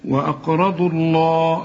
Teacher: هات لي شفايفك لقدام علشان لفظ الجلالة اللامات هنا مفخمة